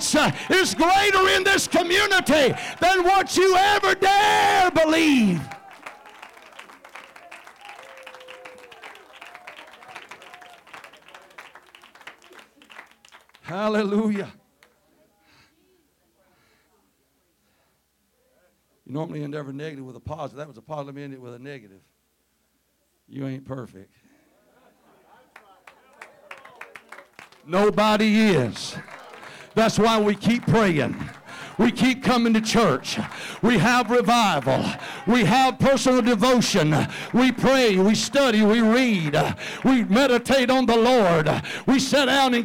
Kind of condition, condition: setting, large echoing room